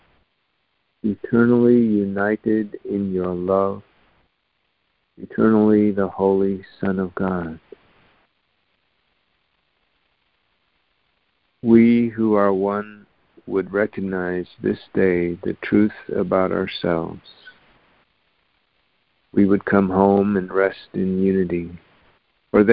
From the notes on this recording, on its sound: ACIM Daily Conference Call.